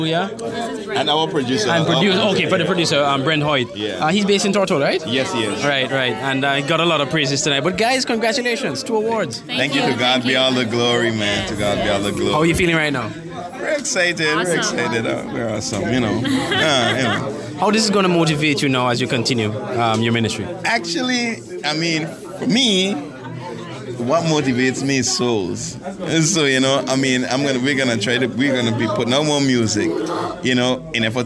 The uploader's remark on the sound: We were live at the 5th annual ABGMA where we interviewed artists on the red carpet.